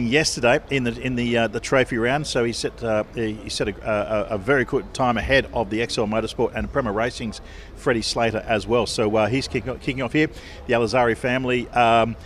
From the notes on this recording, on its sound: Motor Mania live from Icons of Porsche!